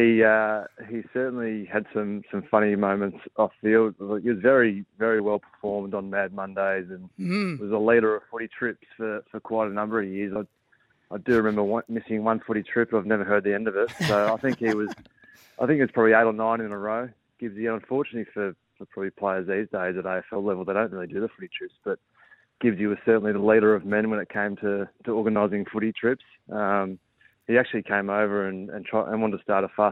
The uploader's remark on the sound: phoned in to wish his old mate all the best